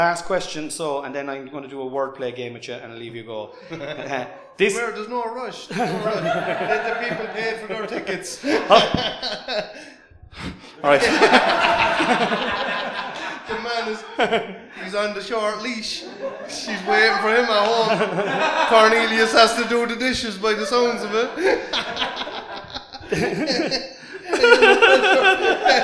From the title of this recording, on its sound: Live at The Cork Podcast Festival